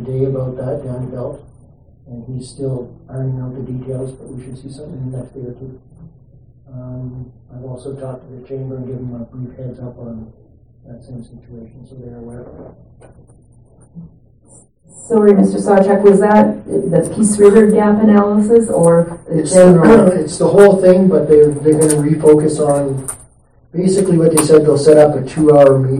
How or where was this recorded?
large echoing room